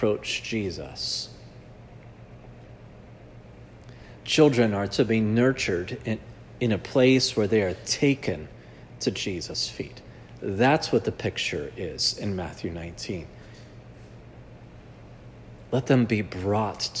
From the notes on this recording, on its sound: This sermon was preached at Providence Church on Sanctity of Life Sunday.